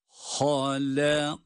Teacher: Ha kalın, lam ince, kaf kalın, kaf ince.